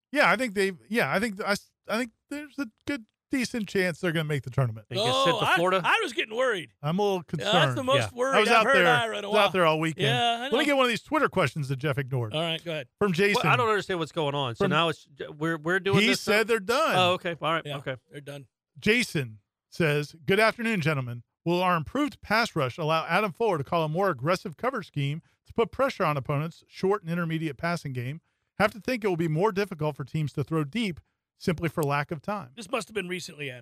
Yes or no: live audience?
no